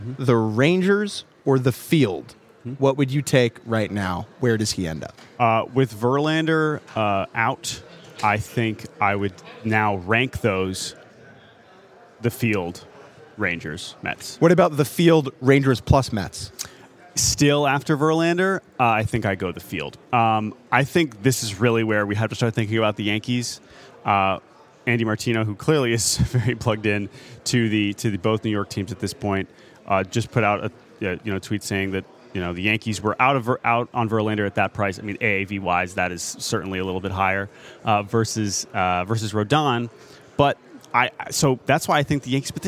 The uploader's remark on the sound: live from the Winter Meetings in San Diego